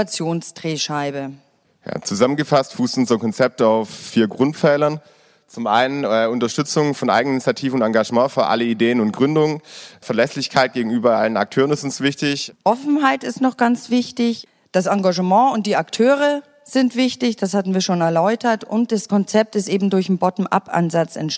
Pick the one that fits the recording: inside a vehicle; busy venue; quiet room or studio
busy venue